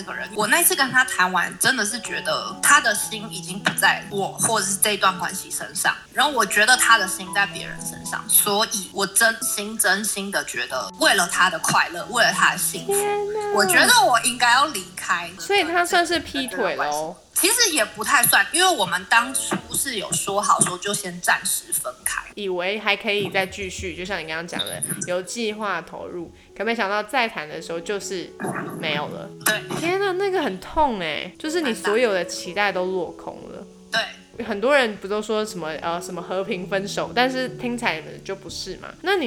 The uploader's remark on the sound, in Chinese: 本集因收音問題，可能會出現較大氣音，請見諒。